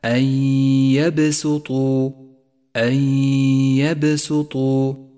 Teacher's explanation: ثالثا لاحظ حكم الإدغام بغنة عند قوله تعالى من نفس الآية أن يبسطوا جاءت النون الساكنة وبعدها حرف الياء وهو حرف إدغام بغنة، والواجب هنا أن نسقط النون الساكنة من اللفظ وأن نقف على حرف الياء بغنة زمنها حركتان ولكن من غير تشديد